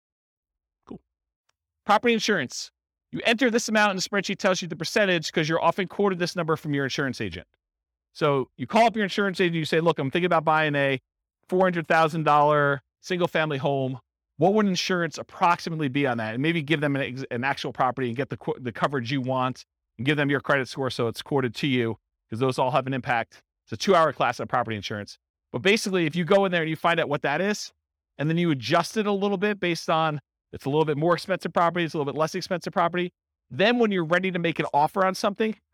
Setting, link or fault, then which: setting, live audience